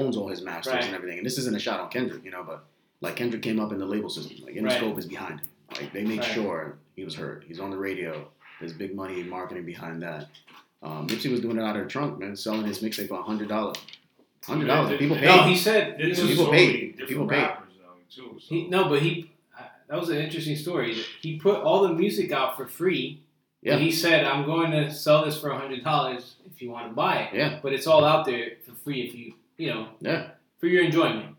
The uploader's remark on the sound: Please excuse the audio as always...